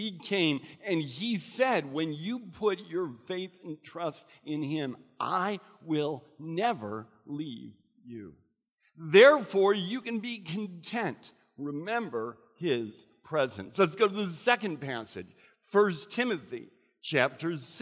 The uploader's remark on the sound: recorded at Central: A Christ-Centered Church on 12/27/15.